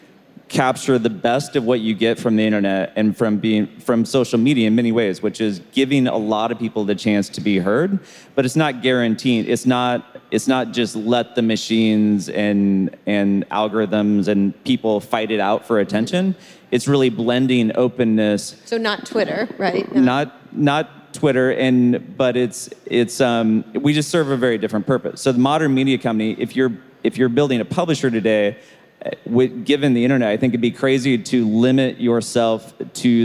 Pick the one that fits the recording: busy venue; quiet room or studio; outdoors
busy venue